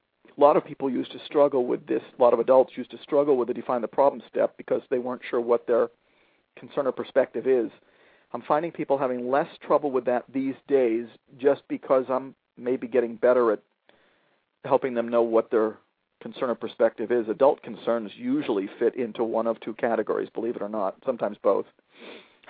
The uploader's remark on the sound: a father who called